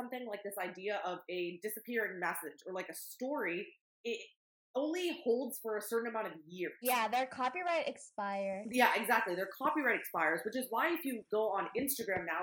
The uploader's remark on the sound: Please excuse the dodgy audio, we're still working out some kinks.